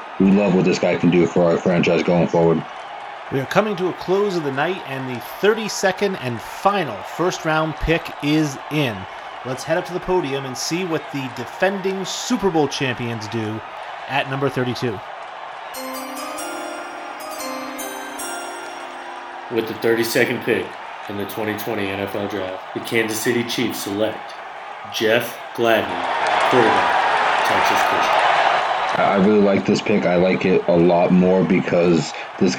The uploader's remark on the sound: FBAS Mock NFL Draft 2020. Coming to you live from the draft.